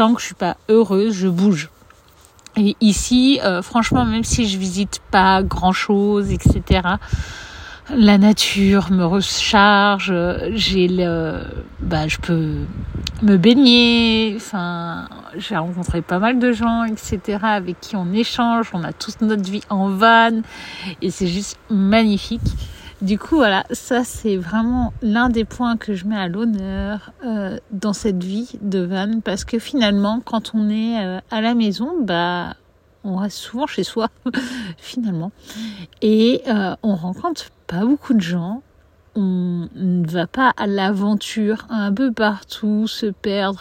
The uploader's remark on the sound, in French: L’épisode a été enregistré dans la forêt de Janas.